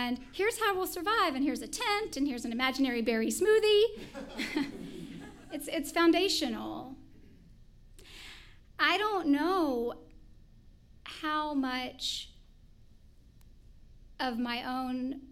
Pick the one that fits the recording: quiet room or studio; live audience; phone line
live audience